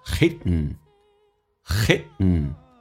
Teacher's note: D 跟 N 在一起的时候，那么经常会出现 D 会不发音或气流形成阻塞